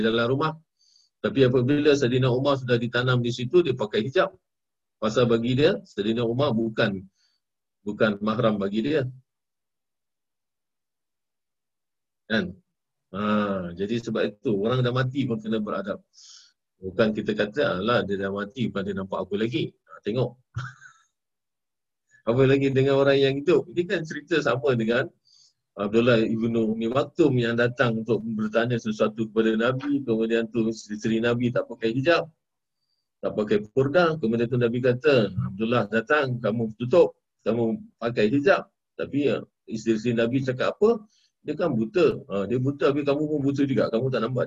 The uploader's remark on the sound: Zoom Host